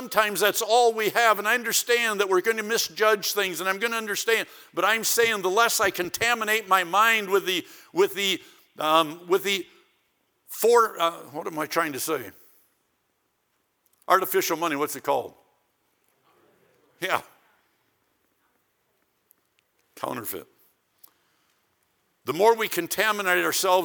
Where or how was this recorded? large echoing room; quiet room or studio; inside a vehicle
large echoing room